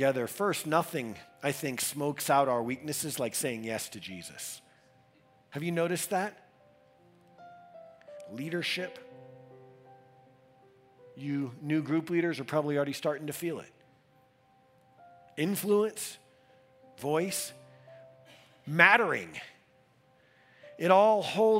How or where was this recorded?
large echoing room